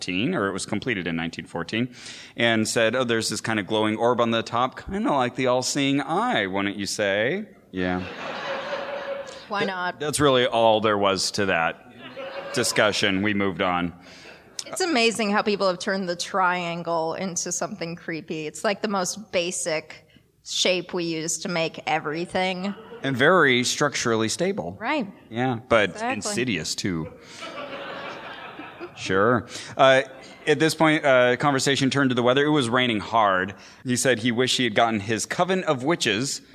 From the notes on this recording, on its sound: Live with a wonderful audience at PodCon in Seattle